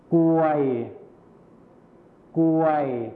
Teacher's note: กรวยนั่นเองครับภาพนี้ก็คือคำว่ากรวยนั่นเองนักเรียนลองอ่านพร้อมกันสิครับกรวยอีกครั้งนึงครับกรวยลองอ่านฝั่งนี้สิครับกวยกวยนักเรียนสังเกตเห็นความแตกต่างไหมครับกรวยคำแรกนะครับก็คือภาษาไทยมาตรฐานนั่นเองครับส่วนกวยคำที่สองก็คือภาษาถิ่นอีสานนั่นเองครับมีอะไรหายไปคะ เราจะสังเกตเห็นว่าใช่ไหมคะใช่แล้วครับ ก็คือคำควบกล้ำที่เป็นรอเรือหายไปนั่นเองนะครับ